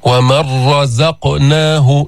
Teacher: شددنا الراء وذهبت النون، ذهبت بالإدغام، أدغمت هذه النون في الراء. · Term: الإدغام الكامل